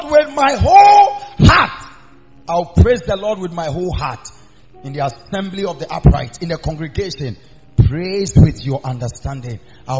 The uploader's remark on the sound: Preached At The Miracle Arena